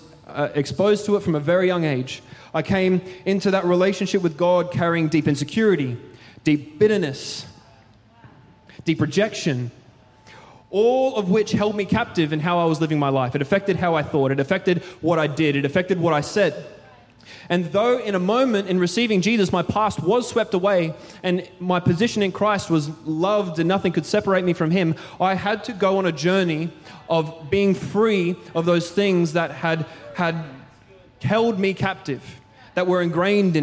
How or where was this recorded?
large echoing room